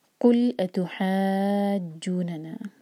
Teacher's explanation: ہا پر جو مد ہے اس کو ہمیں 6 حرکہ لمبا کرنا ہے، مد کے بعد کیونکہ جو لیٹر ہے اس پر ہے شدہ. · Term: مد لازم کلمی مثقل